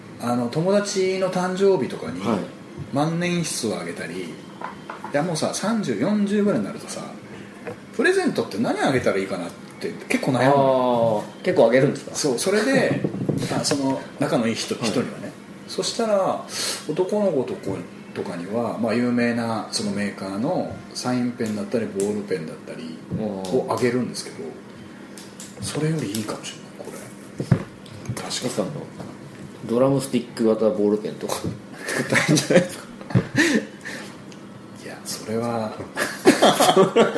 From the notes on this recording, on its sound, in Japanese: 某カラオケ店にて収録